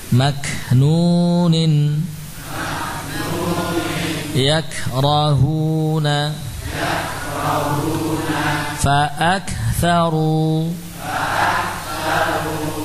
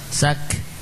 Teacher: suara huruf kaf, lalu langsung diikuti dengan aliran nafas